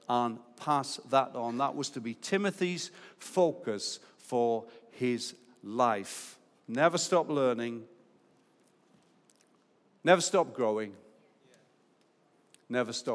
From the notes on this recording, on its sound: Recorded live at Life Church